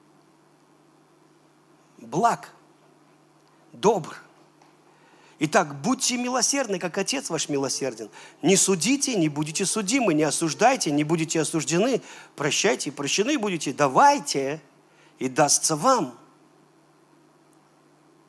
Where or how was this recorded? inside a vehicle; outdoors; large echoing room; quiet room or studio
large echoing room